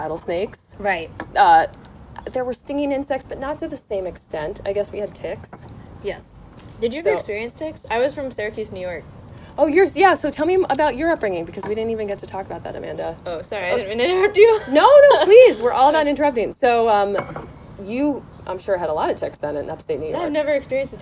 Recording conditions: sounds in the background